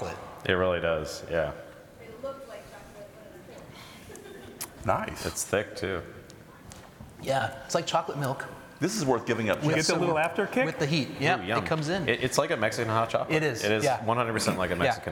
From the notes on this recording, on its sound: Recorded at ePayResources' ePayConnect 2023 in Orlando, Florida